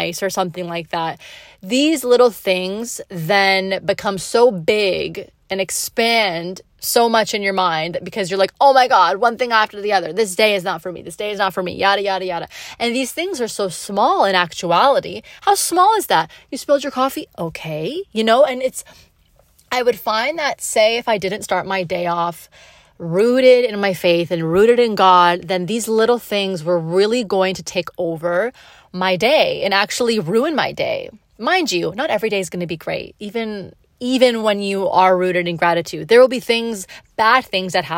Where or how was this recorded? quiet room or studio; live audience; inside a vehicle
inside a vehicle